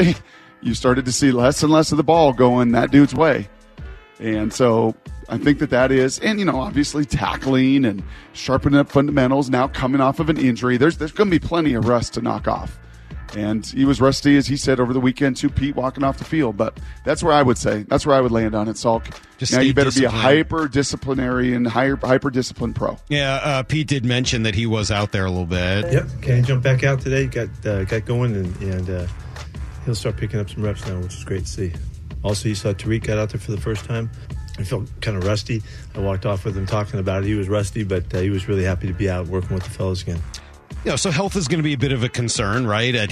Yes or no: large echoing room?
no